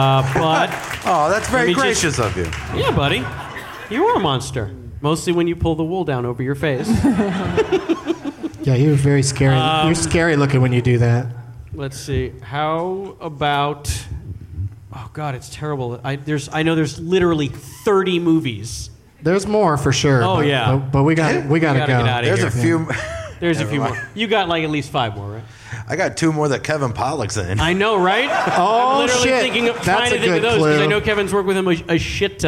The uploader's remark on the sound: Live from the San Jose Improv